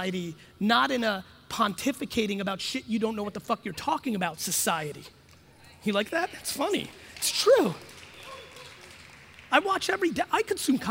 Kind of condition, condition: setting, live audience